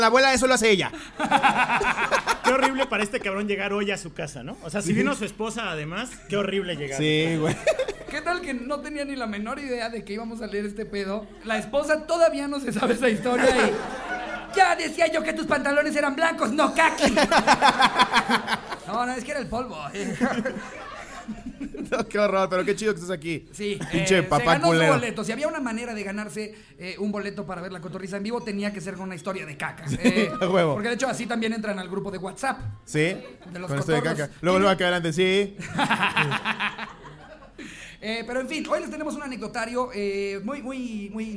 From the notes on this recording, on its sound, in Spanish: En vivo desde Querétaro. En este episodio de La Cotorrisa en vivo desde la Caja Popular. Muchas gracias por llenar el evento en menos de 2 horas.